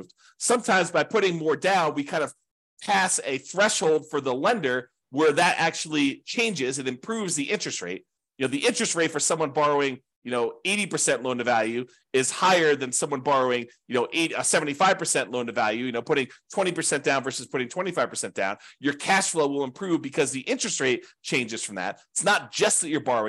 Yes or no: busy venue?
no